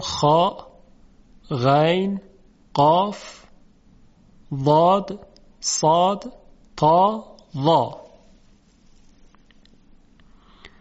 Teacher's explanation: ریشه زبان در موقع تلفظ اینها به طرف بالا و حتی یه مقداری به طرف عقب کشیده میشه، و این باعث میشه که صدای این حروف درشت شنیده بشه. این حالت رو بهش میگن استعلاء، چون استعلاء از کلمه علو یعنی برتری گرفته شده، در باب استفعال آمده و استعلاء شده.